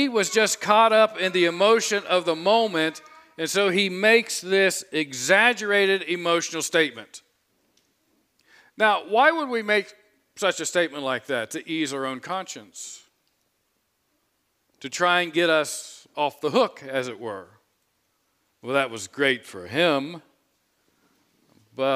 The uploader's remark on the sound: preached this sermon on Sunday, August 7, 2022 from the pulpit of Grace Community Church in Berea, KY.